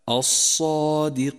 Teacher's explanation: واحذر من تفخيم الدال التي بعد الألف، فالدال حرف مرقق دائما